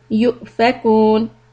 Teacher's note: همزة سكون a little hiccup